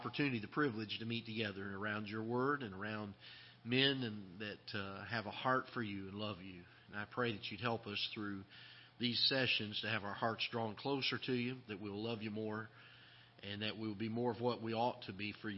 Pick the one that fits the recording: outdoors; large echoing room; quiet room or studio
large echoing room